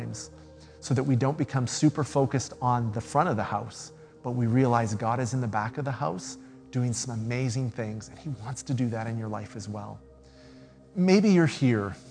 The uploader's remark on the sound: Speaks at SouthRidge Fellowship, a Langley church.